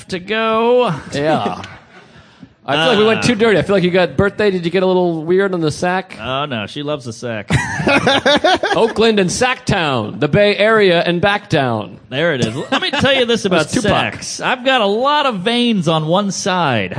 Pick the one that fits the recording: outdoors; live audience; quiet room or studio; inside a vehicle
live audience